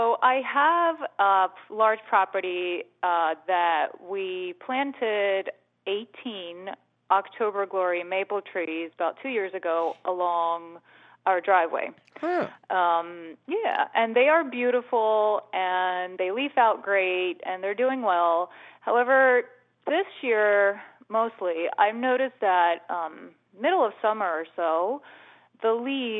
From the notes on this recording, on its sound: your useful phone calls!